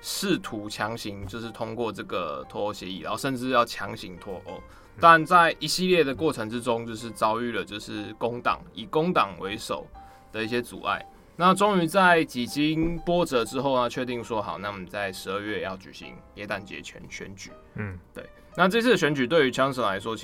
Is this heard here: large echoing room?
no